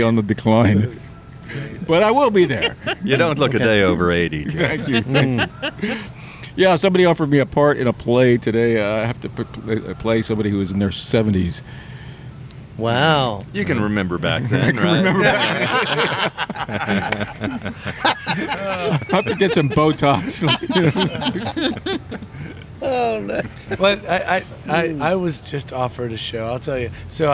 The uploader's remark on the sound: Recording outside is hard. Tonight we were reminded why recording outside might not have been the best option for a podcast! Large groups, barking dogs, car horns, car alarms, screaming children, church bells and maybe a murder. Tonight we heard it all.